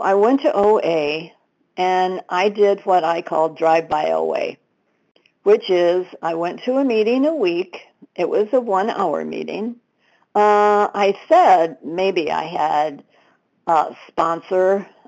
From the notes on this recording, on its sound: 100 Pounders Phone Meeting, 12/4/22